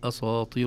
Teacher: نحتاط لها ونأخذ حذرنا لئلا تفخم السين تبعا للطاء